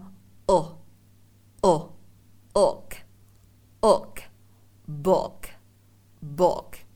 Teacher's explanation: Phần cuốn lưỡi của chúng ta sẽ để cho nó hơi căng một chút xíu. Âm này sẽ vừa đọc miệng chu hờ vừa đọc âm này nó lai giữa âm u và âm o